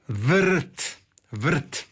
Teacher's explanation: nosilac sloga tu nije ni R, nego je poluglas, odnosno onaj samoglasnik koji mi izgovaramo kod izgovora svakog suglasnika, to je onaj E.